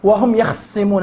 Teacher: اقرأوا بالإسكان الخاء أو باختلاس حركة فتحة الخاء